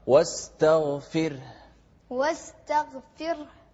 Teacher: إذا كسرت الفاء تتعدل الراء